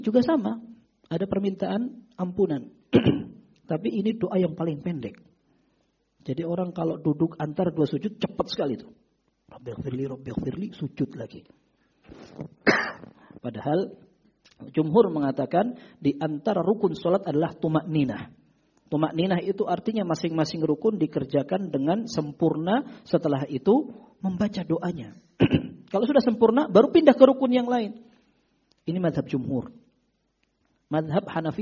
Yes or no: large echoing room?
yes